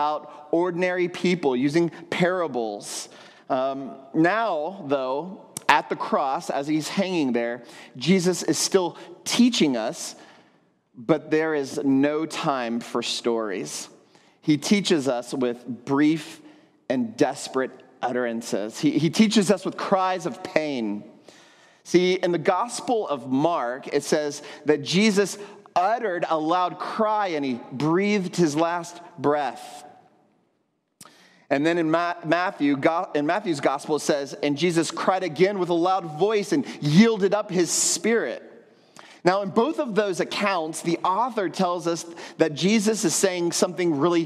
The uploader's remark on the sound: at Trinity Church, Puerto Rico.